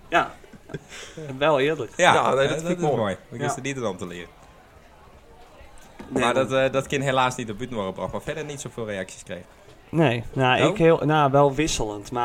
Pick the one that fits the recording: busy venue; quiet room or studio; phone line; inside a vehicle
busy venue